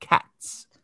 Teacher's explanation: if it attaches to a voiceless non-sibilant, such as T in the word cats, then it manifests as S